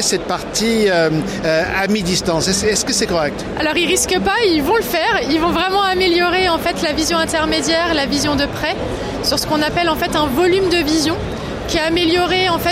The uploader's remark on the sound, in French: (FR) Épisode 2 "en direct" du Silmo Paris 2023.